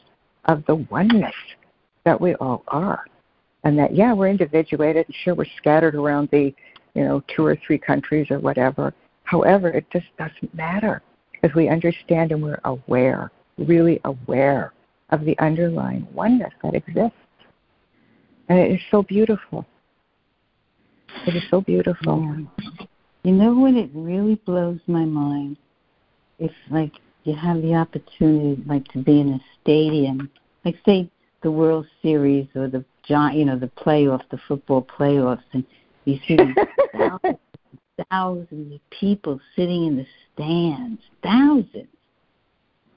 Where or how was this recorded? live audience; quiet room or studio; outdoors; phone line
phone line